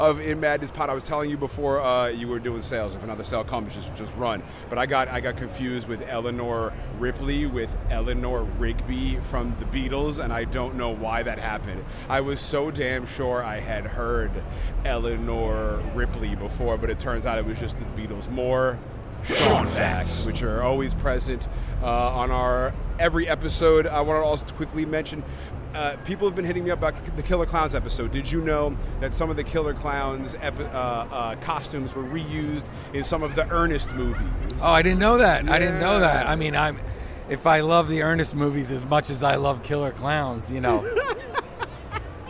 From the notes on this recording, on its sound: Recorded live at NY Comic Con. There are interviews and special guests right from the show floor.